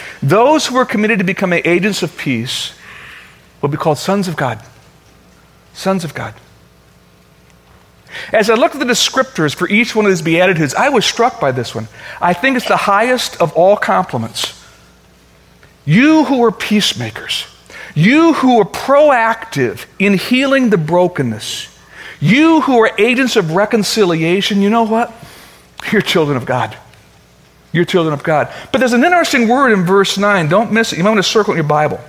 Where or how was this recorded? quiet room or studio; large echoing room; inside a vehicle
large echoing room